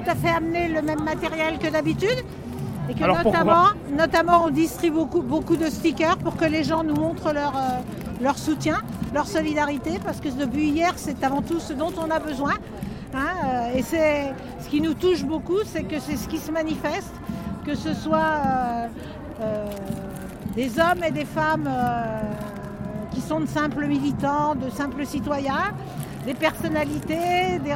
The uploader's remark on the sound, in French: Nous étions en direct du cortège parisien.